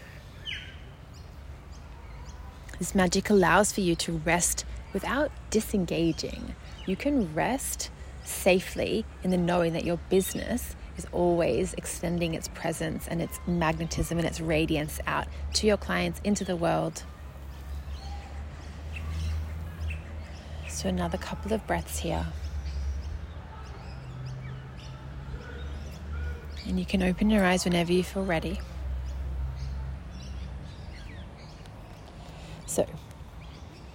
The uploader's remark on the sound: Join me and the birds for this podcast episode (I recorded it outside, at a beautiful park, while my son napped in the pram next to me)